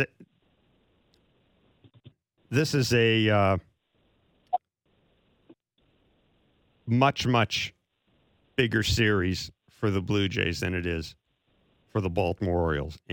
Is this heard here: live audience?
no